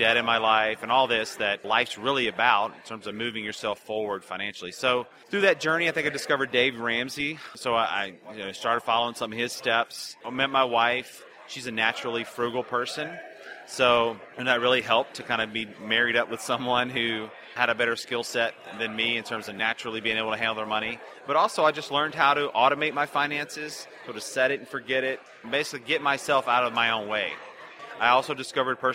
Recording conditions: busy venue